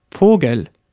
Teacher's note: das Schwa, einen unbetonten E-Laut, wie er sehr häufig im Deutschen vorkommt